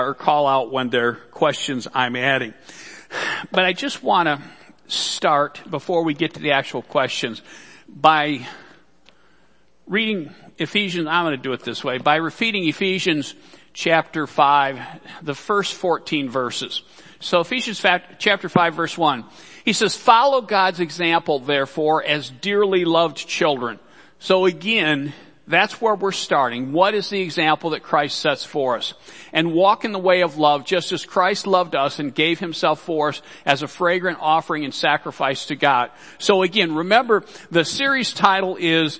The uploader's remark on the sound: Worship Service - Audio.